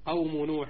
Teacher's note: القاف مفخمة والواو والميم مرققة كذلك